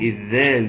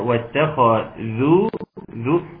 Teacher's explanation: واتخذوا ذو الذال، دي مهم جدا جدا ناخد بالنا منها ان نطلع لسان فيها